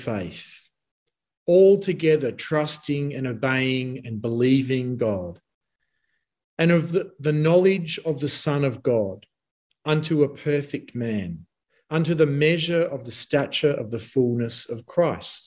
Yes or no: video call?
yes